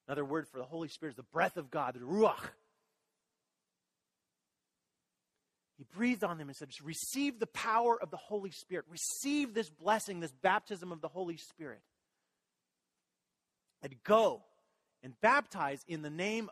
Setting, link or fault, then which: setting, large echoing room